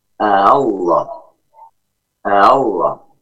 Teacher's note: Hati-hati dalam pengucapan tasyilnya, jangan sampai ketambahan alif